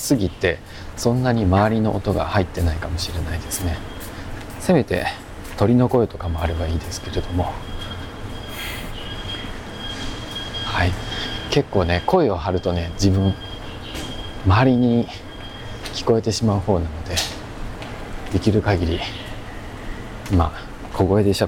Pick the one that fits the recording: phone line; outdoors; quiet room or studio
outdoors